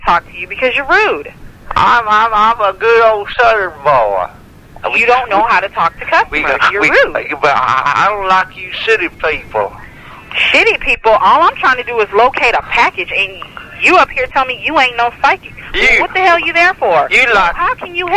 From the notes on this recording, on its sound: Prank Phone Calls